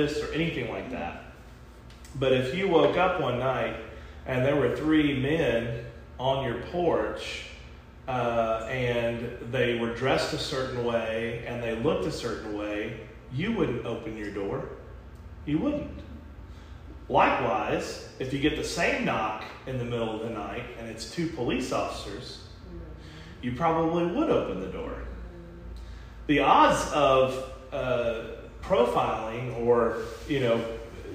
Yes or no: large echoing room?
yes